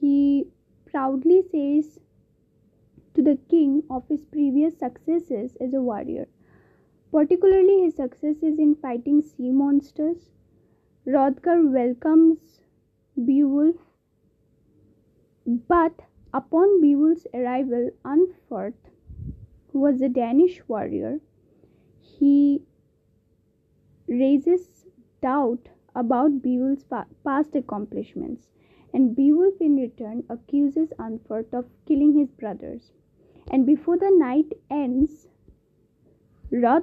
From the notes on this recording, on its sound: ignore the voice cracks and the background sound